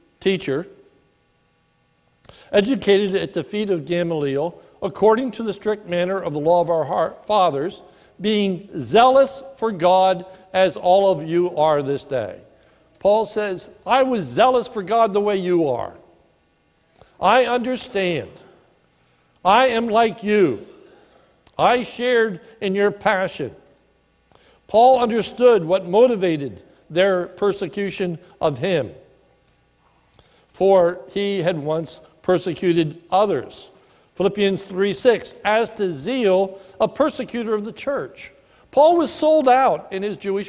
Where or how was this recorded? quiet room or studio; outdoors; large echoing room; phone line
large echoing room